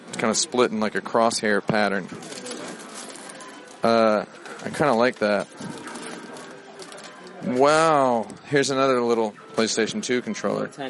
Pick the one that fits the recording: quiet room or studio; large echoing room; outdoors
outdoors